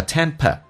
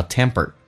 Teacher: 美式发音 p 浊化成 b，还有卷舌 · Shown in: second take